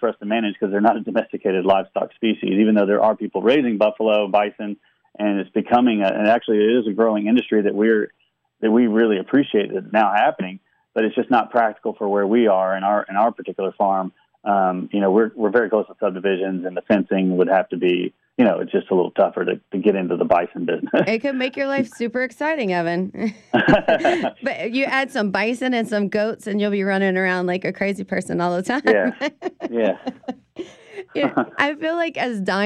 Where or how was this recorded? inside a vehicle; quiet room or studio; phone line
phone line